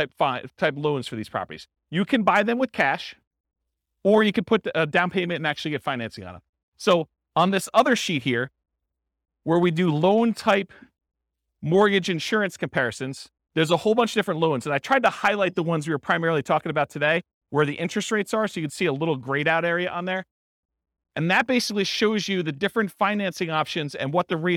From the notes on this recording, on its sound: This was a live class recorded